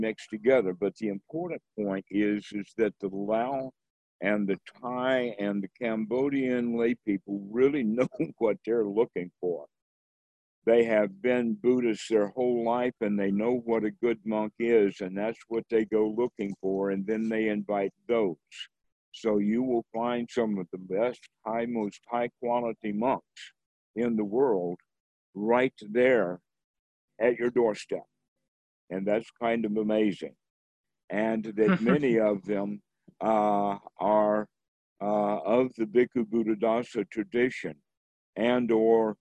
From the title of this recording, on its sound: Zoom Call